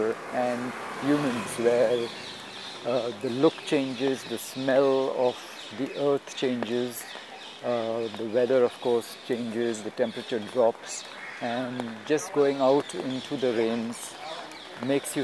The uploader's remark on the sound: Walking at Mount Mary.